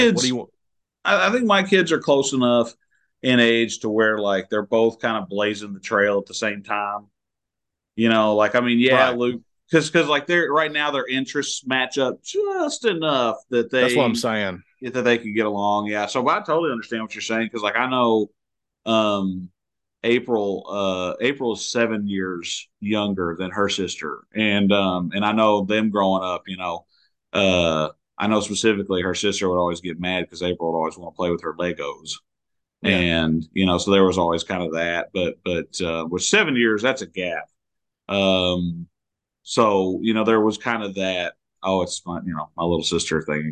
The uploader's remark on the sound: via Zoom